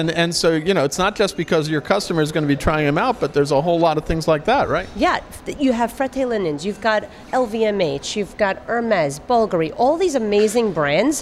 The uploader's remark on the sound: at the Embark Immersion conference at the NIZUC Resort and Spa in Cancun